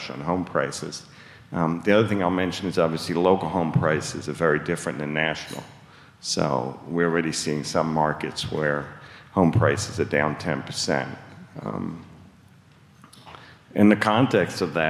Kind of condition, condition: setting, live audience